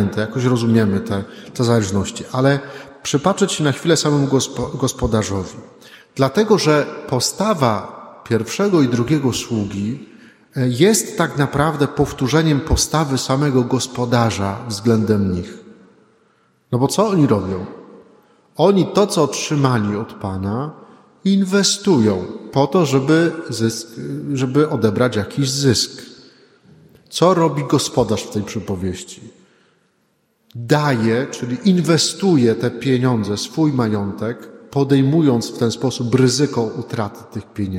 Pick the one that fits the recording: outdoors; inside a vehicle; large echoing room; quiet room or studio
large echoing room